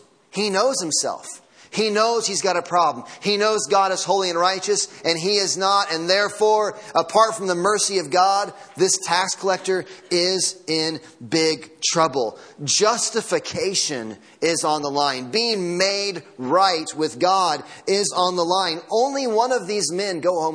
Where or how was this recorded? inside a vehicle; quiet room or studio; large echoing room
large echoing room